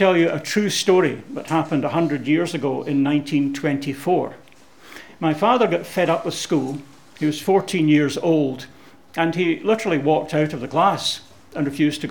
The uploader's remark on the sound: Audio podcast of morning service